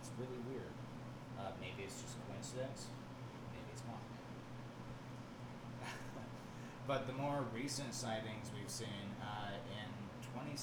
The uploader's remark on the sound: The audio quality in this episode is not improved as stated in the podcast, next week's recording will contain highly improved audio with the correct set up of our new Mic! Poor editing.